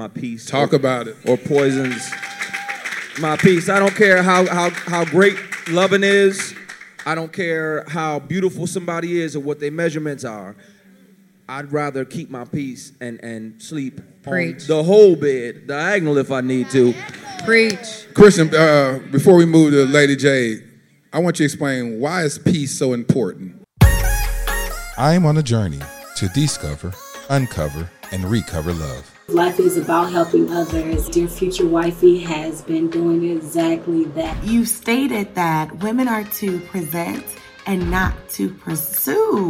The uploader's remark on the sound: Recorded at the Self Love Soirée